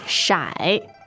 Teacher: Okay, shy, third tone.